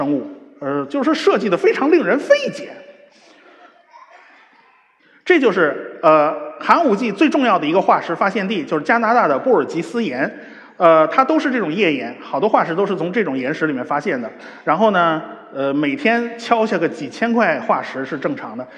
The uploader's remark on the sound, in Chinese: 在绍兴大剧院举办的《理性的力量》科普演讲会如约而至。一千多位观众到现场参与了这次活动，整个会场都坐的满满的，台下黑压压的坐了一大片。